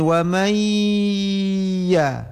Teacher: nun mati bertemu dengan ya idgham bi gunnah. Dengung 3 alif 6 harakat.